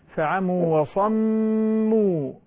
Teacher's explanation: ثم لاحظ الغنى على الميم